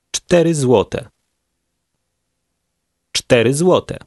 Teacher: Number 4 begins with a fast ch t sound.